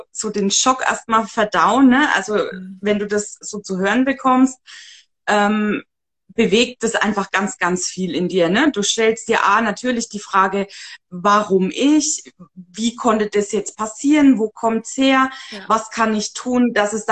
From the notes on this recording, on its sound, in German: die ich auf live auf Instagram geführt habe